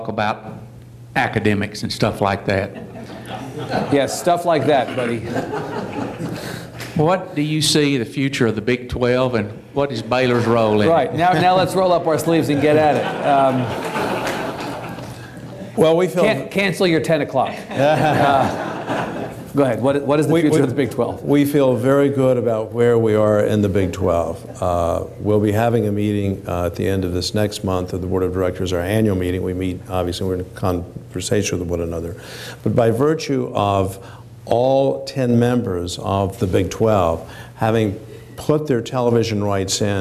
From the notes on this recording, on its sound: This event was recorded before a live audience in Austin. Our TribLive events feature discussions with our honored guests followed by questions from the audience.